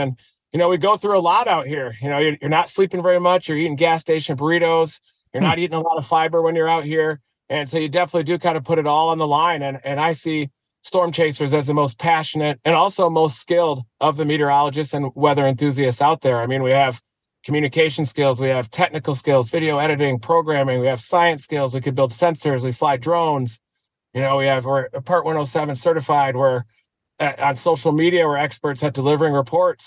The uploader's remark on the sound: live from the road